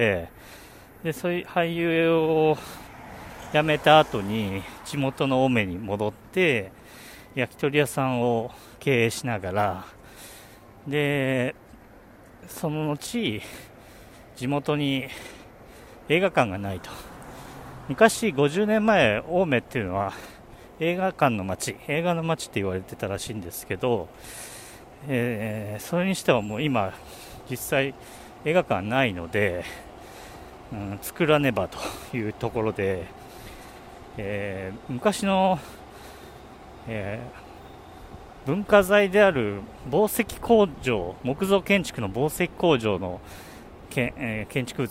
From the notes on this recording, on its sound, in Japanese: お散歩収録。夜の新宿を歩きながら収録しました。